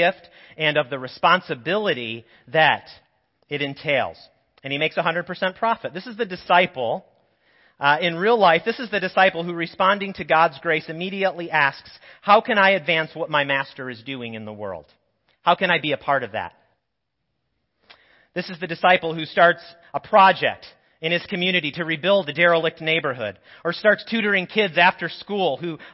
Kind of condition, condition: setting, large echoing room